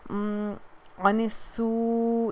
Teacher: یہاں پہ مد متصل، چار حرکہ کیجئے، کھینچیے